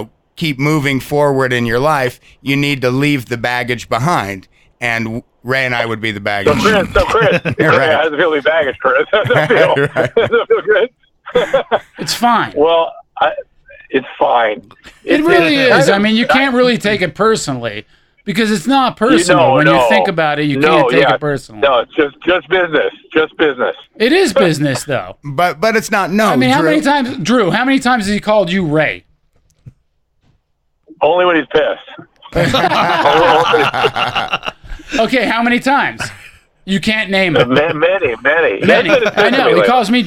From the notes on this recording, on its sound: calls in live